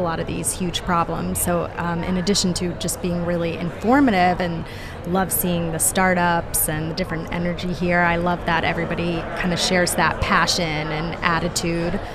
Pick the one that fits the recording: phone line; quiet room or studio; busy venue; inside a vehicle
busy venue